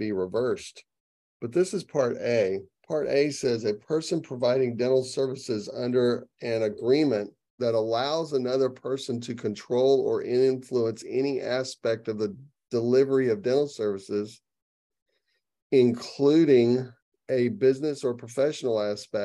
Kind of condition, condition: link, video call